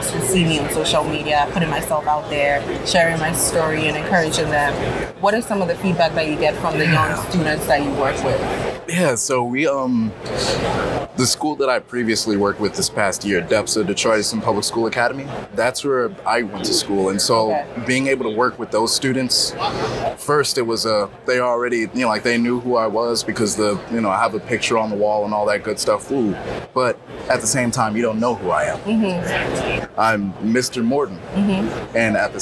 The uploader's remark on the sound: Live at ANTEC® 2022